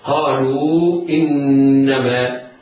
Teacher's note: النون في إنما نون مشددة تغن بمقدار حركتين فهي حرف أغن مشدد